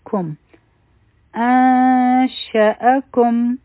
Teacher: انشأکم اوله به د حمزه سره نون ساکن یو ځای کو دلته دا کوم نون چې خالی دی نو دا به شي ان مخکې شین دی نو دلته کې به مونږه د نون ساکن د پټولو کوشش کوو